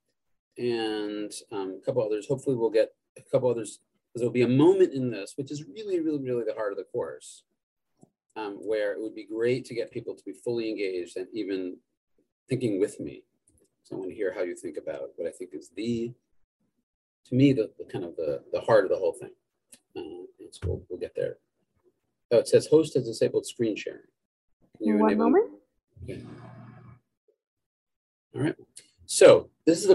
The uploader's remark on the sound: This audio was originally captured from Zoom on 03/31/2022 as part of Drisha's Spring Zman.